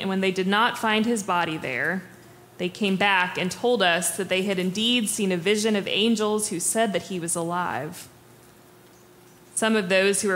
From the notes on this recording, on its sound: Preached on April 23, 2023 for our MorningSong Worship Service.